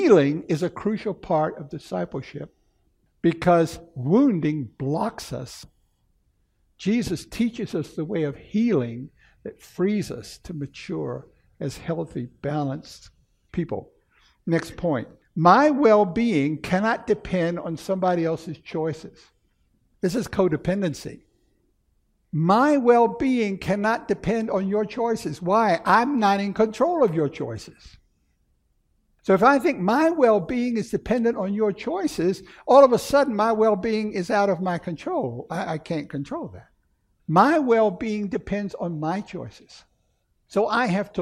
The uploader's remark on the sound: Recorded 3/5/2016 at Camelback Bible Church